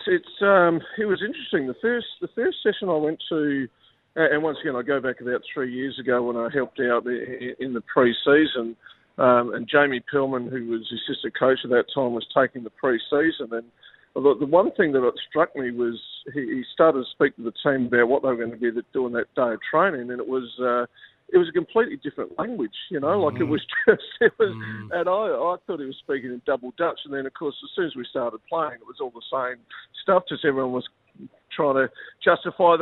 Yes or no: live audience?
no